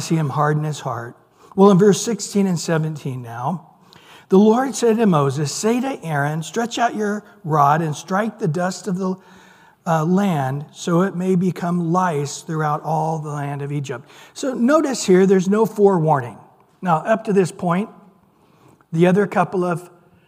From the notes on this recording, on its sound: Recorded at Calvary Chapel of Los Alamitos on Mar 22 2023 on Wednesday evening sermon.